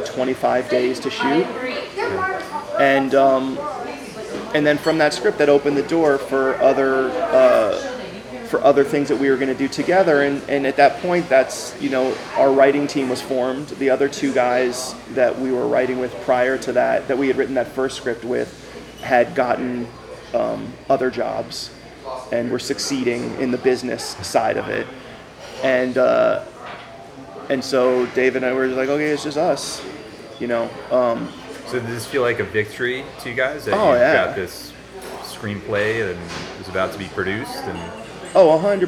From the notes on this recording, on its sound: A candid chat in a diner (excuse the background noise)